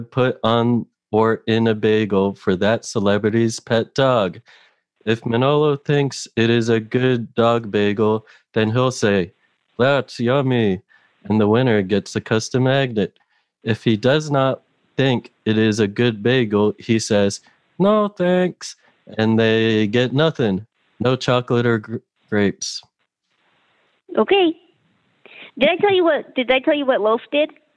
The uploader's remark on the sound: Play listener-created games with callers via Zoom!